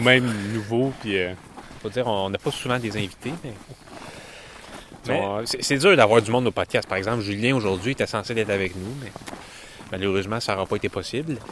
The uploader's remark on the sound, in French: Enregistré dans les rues de St-Hyacinthe